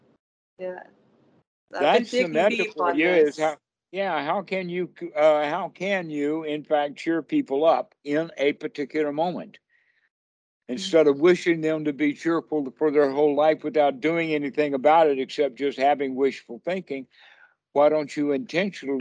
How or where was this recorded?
video call